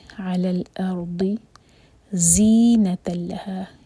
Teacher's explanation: یہ زا buzzing sound کے ساتھ. زینۃ لہا، تل یہ ادغام بغیر غنہ کا.